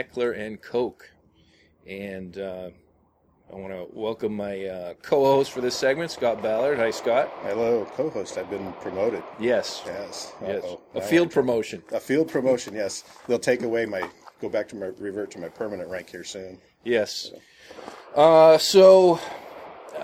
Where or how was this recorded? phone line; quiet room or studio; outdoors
outdoors